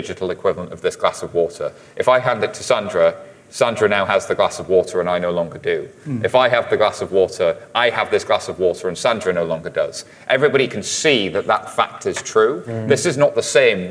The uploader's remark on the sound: directly from the stage at Money20/20